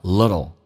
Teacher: Little,在美语当中,t 跟 l,趋向于发 d 跟 l